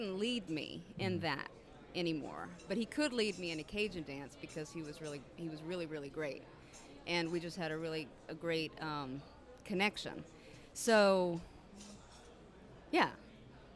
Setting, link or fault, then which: setting, busy venue